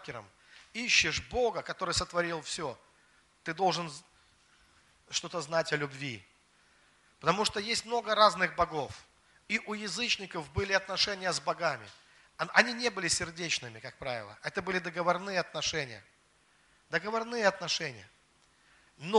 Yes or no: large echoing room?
yes